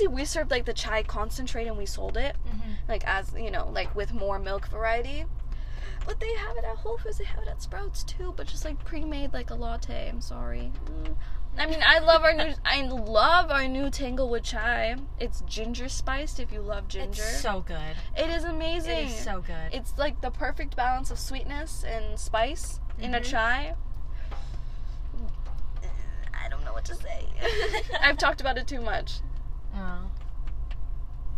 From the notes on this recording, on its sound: Excuse the rain sounds for this episode since we had to record in my car.